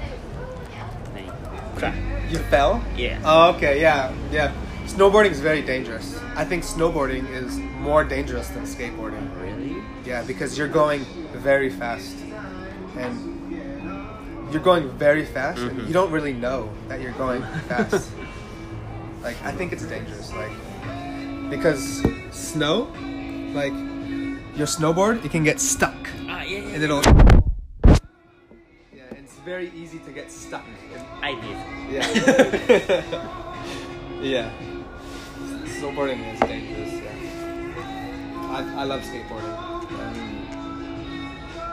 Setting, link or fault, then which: fault, sounds in the background